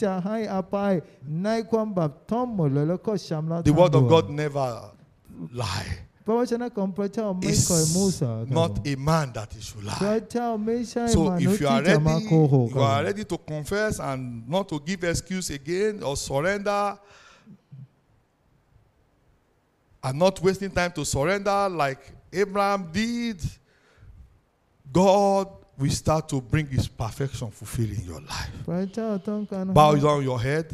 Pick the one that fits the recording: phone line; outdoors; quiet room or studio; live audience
live audience